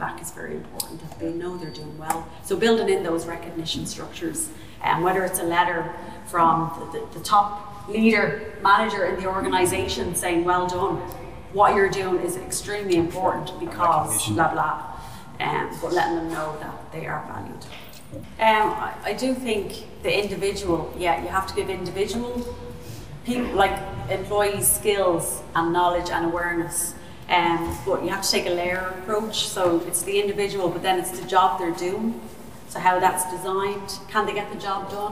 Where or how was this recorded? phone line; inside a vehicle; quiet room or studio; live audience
live audience